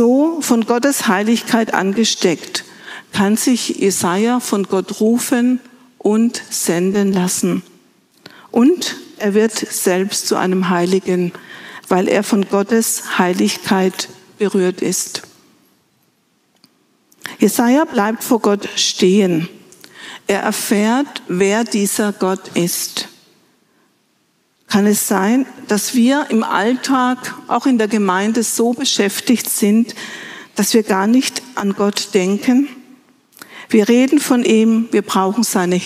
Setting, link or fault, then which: setting, large echoing room